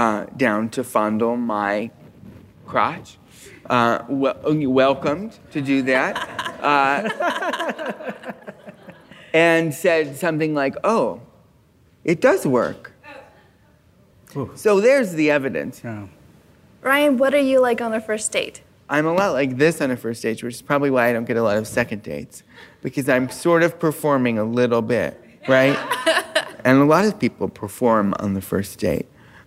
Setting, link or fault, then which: setting, live audience